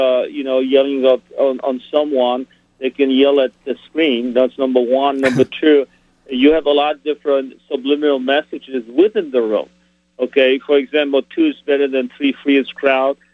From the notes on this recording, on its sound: Called.